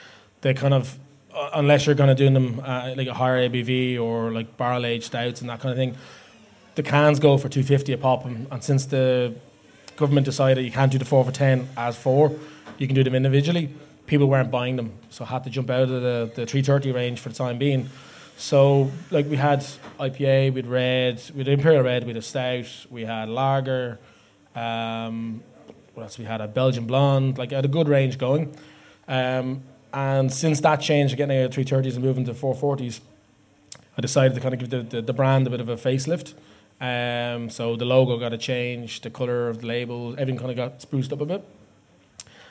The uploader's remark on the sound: Live at The Circular. We hosted this live event in The Circular in Dublin 8. This is Part 1 of the recording of the event.